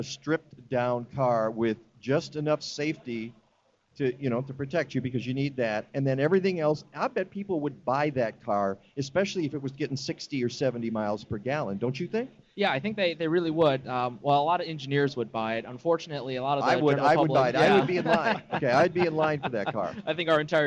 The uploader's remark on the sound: Live from the 10th Anniversary Green Living Expo at McHenry County College!